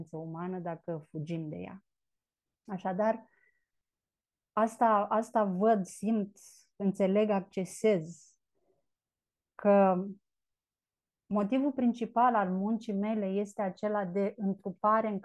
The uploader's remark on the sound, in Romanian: Cei peste 70 membri ai comunității SUUNA care au fost live pe zoom cu noi în această conversație.